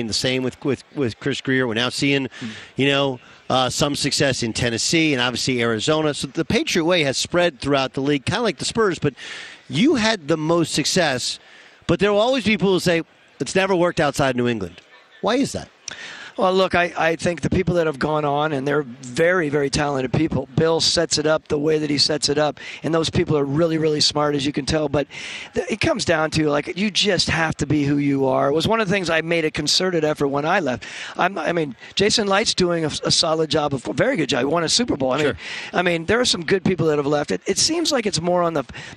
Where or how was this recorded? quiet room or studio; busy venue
busy venue